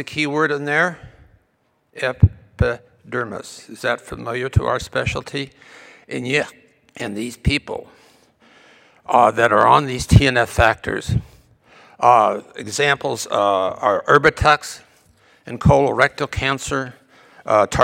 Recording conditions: large echoing room